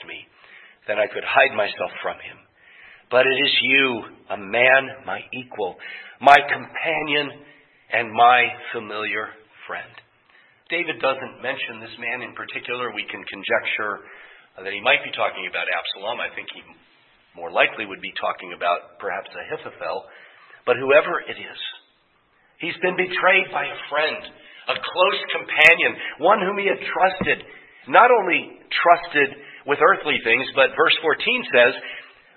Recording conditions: large echoing room